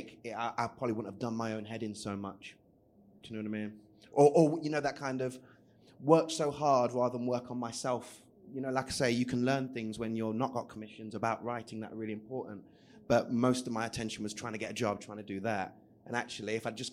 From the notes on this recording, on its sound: This episode is a live recording of our special writer's panel discussion at the New Voice Awards 2020.